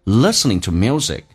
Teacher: to 不被强调，它可以弱化成 t 这个发音